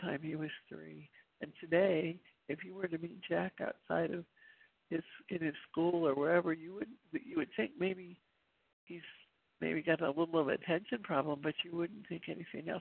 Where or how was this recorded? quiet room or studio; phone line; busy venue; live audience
phone line